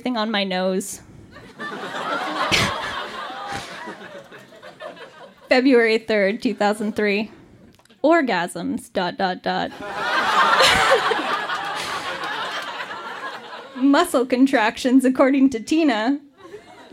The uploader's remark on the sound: Recorded live at Yuk Yuk's in Ottawa, ON.